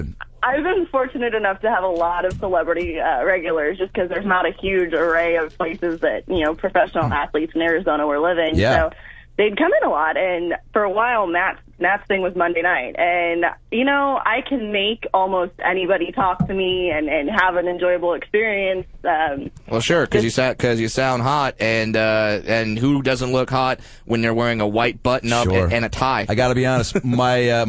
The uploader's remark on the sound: Take listener phone calls, chaos ensues.